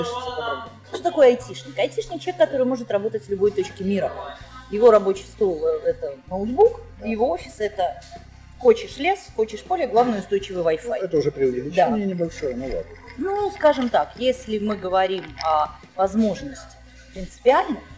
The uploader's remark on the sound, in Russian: Беседу с ней мы были вынуждены записывать в сложных условиях переполненного кафе.